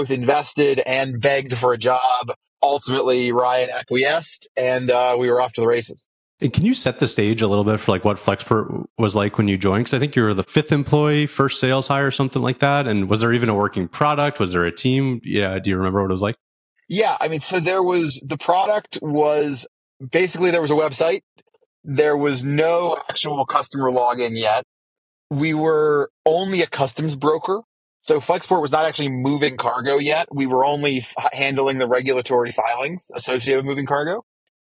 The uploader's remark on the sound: Talkin' Sales in a Pickup Truck. First-ever guest to call in from a pickup truck in Wyoming.